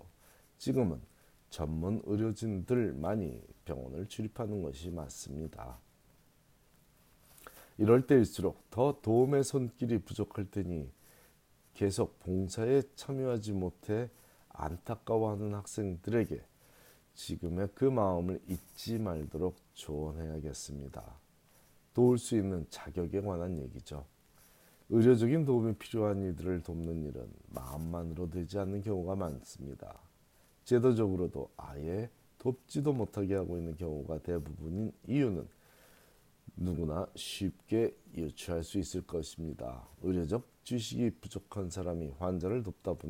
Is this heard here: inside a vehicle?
no